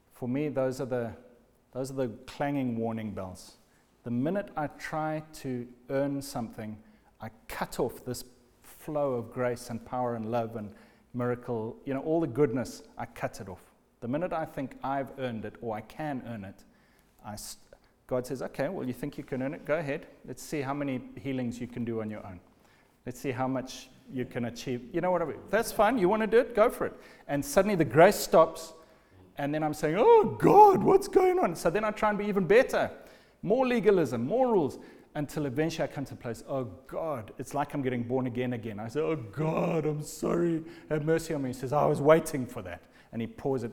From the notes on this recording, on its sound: Recorded at the Lighthouse Bible School